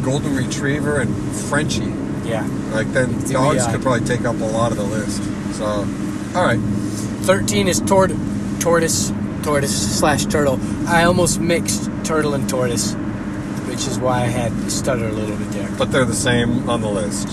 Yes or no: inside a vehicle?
yes